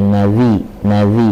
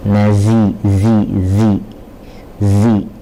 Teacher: Jadi kalau nazi, nazi tidak ada sofirnya, tidak ada desisnya. Dan dia keluar dari ujung lidah yang bertemu dengan dua gigi seri bagian atas dan bawah. · Shown in: first take